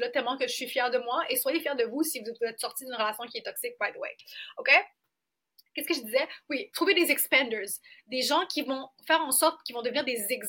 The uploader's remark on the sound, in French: Désolée pour le son.